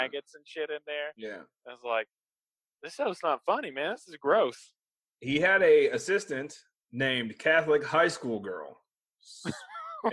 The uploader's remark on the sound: The audio isn't our best but we had a lot of fun. I cut quite a bit for the audio version.